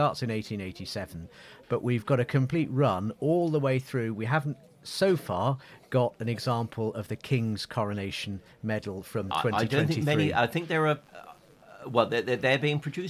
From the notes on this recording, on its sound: Join the podcast team on Castle Green in Hereford for an episode recorded at the Cadet Coronation Review for Herefordshire. Hear the sounds of a Hawker Hurricane from the Battle of Britain Memorial Flight and over two hundred sea, army and air cadets from across the county on parade.